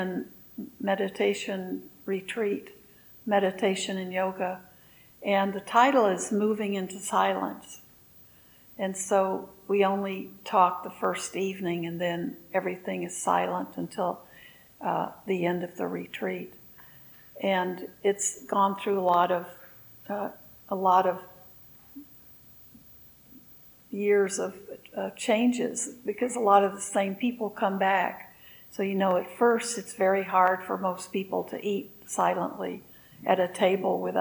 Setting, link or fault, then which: setting, large echoing room